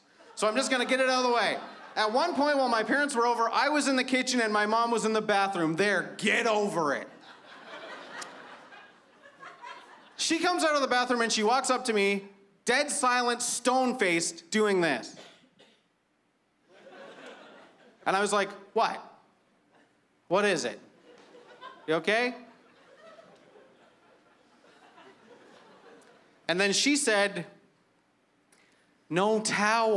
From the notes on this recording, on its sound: stand up from the Just For Laughs Festival in 2015